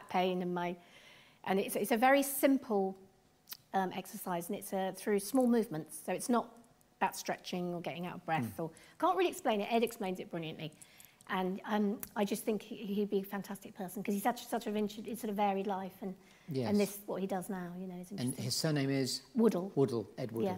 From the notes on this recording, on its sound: LIVE from The Theatre Royal Bath.